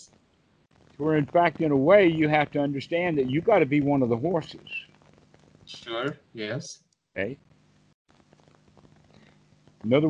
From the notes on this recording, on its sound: skype call